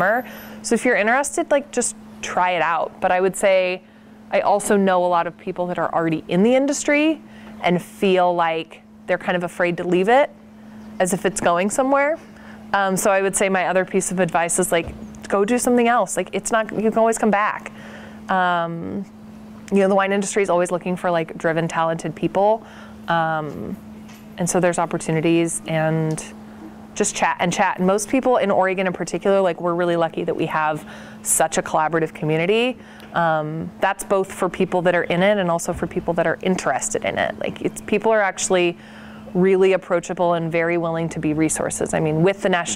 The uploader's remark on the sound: outside Nicholson Library in McMinnville